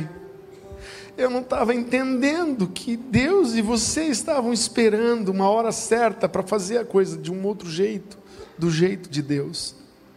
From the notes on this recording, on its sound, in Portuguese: Culto de Celebração. Na Igreja ABA Blumenau (Transmitido ao vivo).